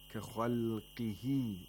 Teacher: again we have the lowest level of tafkhim for the qaf because it has a kasra